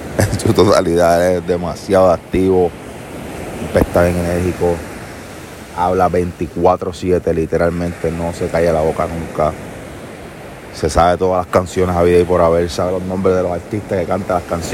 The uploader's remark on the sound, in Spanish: Mientras corría por la playa se me ocurrió la magnífica idea de hacer un podcast con ese bello sonido d las olas de fondo.